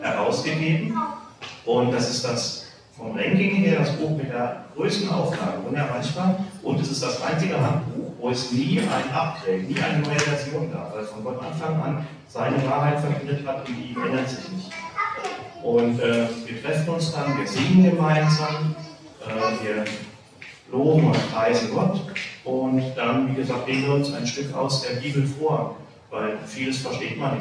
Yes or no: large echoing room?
yes